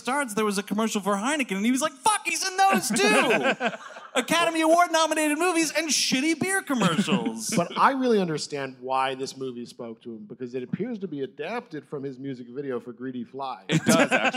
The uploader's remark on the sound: Live! at the Los Angeles Podcast Festival. It's the gang's live appearance at the 2017 Los Angeles Podcast Festival. Recorded at the Millennium Biltmore Hotel's Biltmore Bowl.